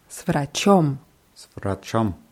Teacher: die Betonung ist auf O